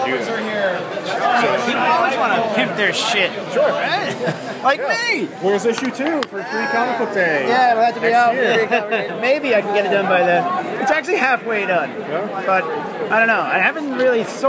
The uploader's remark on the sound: This classic episode that was recorded on the floor of Boston Comic-Con 2014. This classic episode that was recorded on the floor of Boston Comic-Con 2014 , featuring interviews and panel excerpts.